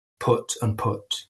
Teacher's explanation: there is no foot strut split. It's the same vowel sound.